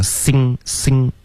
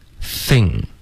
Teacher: 舌尖要碰到上齿，不要发成 sing · Shown in: second take